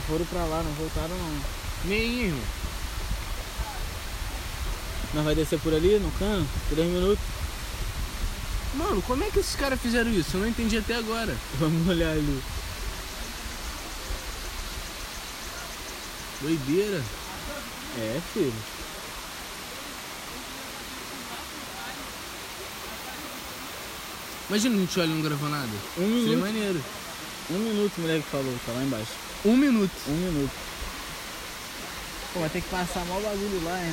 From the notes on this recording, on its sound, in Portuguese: (AO VIVO). Trocamos ideias no topo de uma cachoeira.